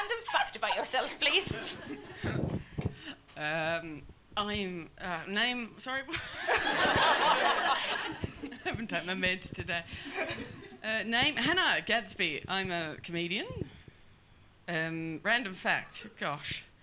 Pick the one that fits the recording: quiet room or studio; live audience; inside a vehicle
live audience